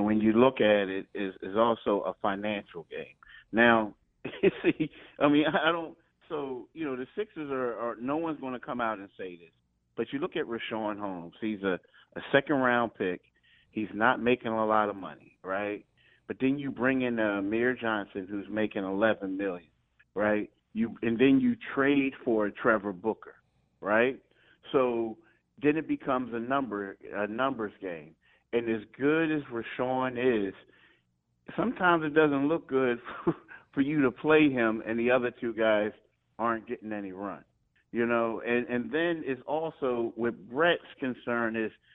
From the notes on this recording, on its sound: Called in to start the show from Spring Training.